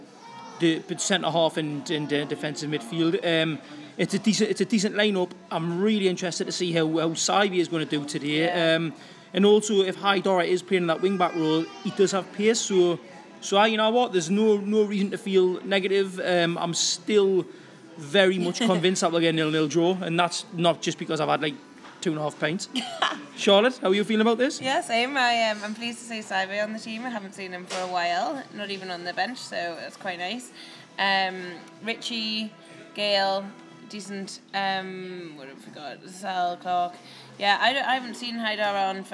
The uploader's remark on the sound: A MATCHDAY Podcast from Chelsea. Recorded before, during and after the game and recorded as much of the atmosphere as possible.